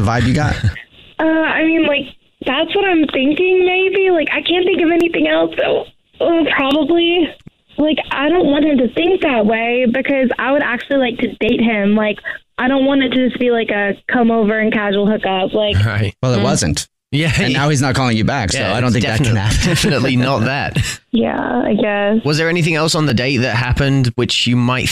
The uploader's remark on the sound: We get that other person on the phone